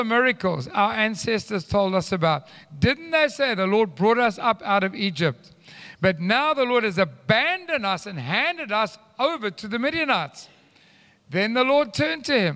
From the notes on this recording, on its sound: Recorded live on Sunday the 9th October 2022